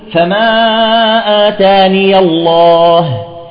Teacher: إذن عند الوصل كلمة فما آتاني الله إذا أردنا أن نصلها تثبت الياء المفتوحة، إذا أردنا الوصل تثبت الياء المفتوحة، نقول فما آتاني الله، مع أنها غير مرسومة في القرآن، مع أنها غير مرسومة.